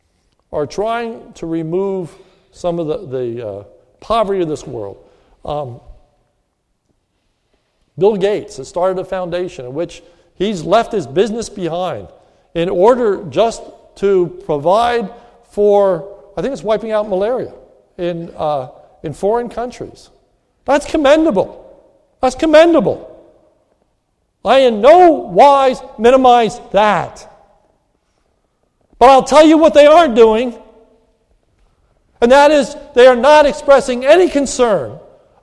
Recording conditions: large echoing room